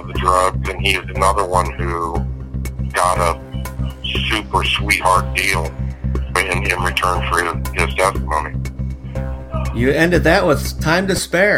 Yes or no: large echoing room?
no